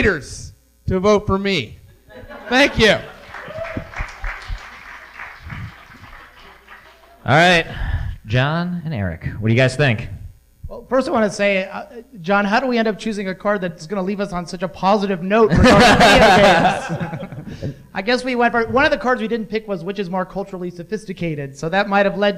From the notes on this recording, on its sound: A live band, and surprise guests. Recorded live at NYC Podfest.